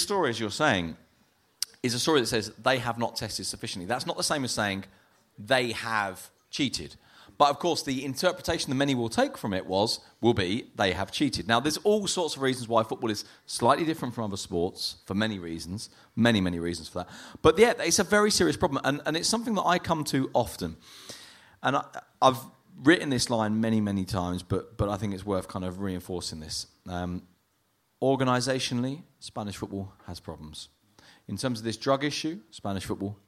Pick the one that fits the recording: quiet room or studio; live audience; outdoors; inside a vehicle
live audience